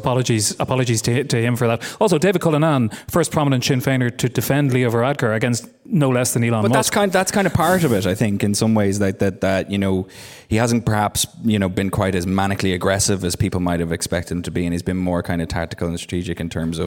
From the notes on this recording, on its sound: They did so in front of a live audience in Dublin.